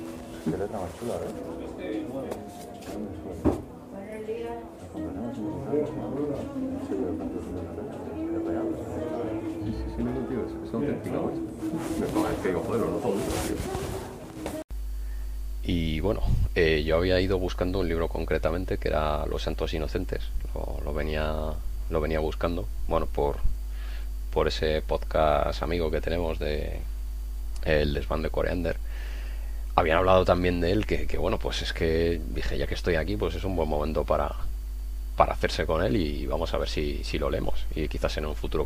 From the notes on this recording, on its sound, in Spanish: Caza de libros: El rastro de Madrid. Quizás sin la mejor calidad de sonido, pero que refleja el espíritu y la diversión con el que pasamos la mañana.